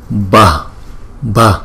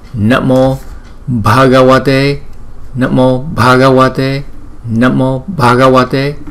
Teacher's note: Tại vì chữ B không á thì chúng ta đọc là B. Còn chữ B mà có chữ H thì chúng ta đưa cái hơi nhiều ra.